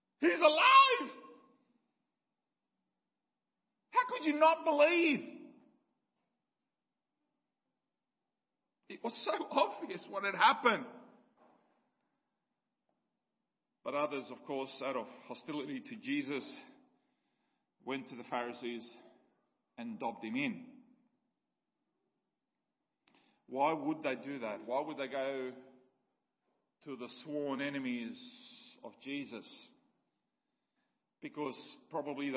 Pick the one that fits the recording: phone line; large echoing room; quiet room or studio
large echoing room